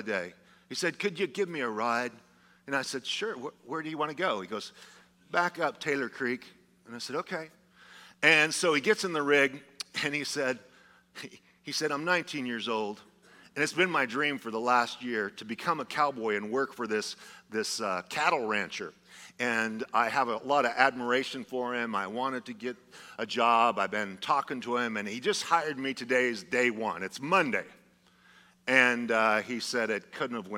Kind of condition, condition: setting, large echoing room